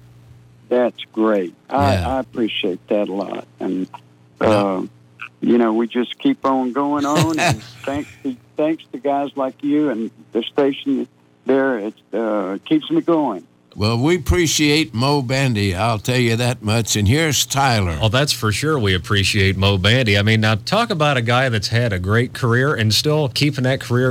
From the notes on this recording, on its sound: He called in to chat